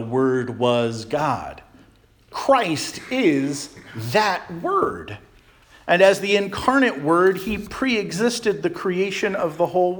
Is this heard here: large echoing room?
yes